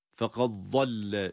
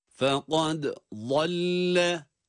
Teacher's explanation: Fekad dal harfini kalkaleyle okuyoruz. Sonra da vad harfine geçiyoruz kendi sesiyle. · Shown in: second take